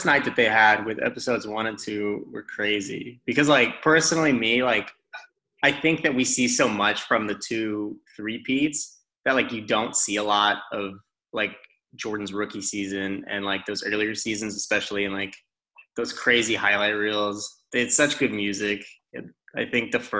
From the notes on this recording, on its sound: Texas Sports gets together over Zoom for an extended episode.